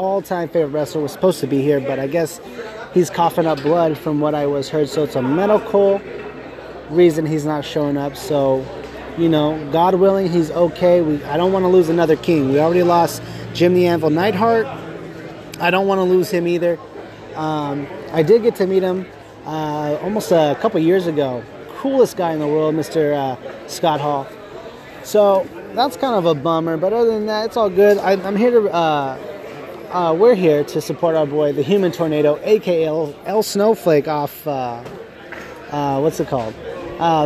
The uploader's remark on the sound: We are live at Rival Pro Wrestling